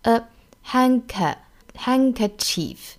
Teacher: 英音版呢，我们注意中间呢是没有卷舌的